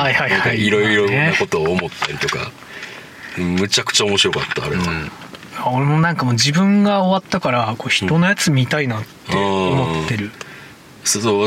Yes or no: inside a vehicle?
yes